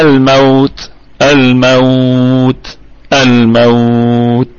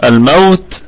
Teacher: ونراعي الهمس في التاء